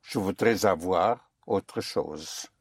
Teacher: you may push the S into the vowel of avoir.